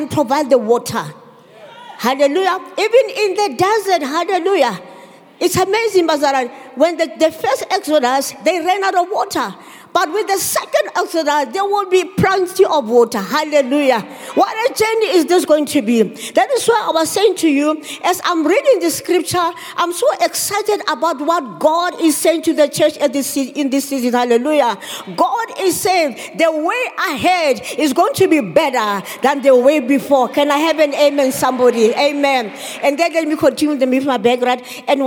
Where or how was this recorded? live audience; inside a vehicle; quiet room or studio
live audience